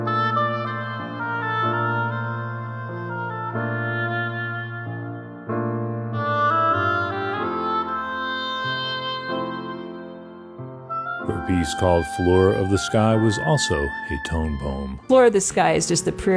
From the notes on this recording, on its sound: we go out to the park